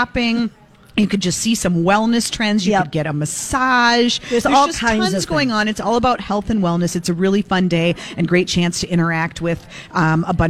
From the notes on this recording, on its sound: broadcast live at Max's